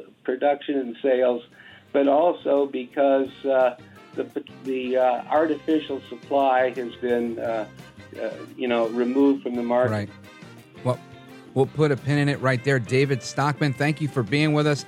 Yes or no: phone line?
yes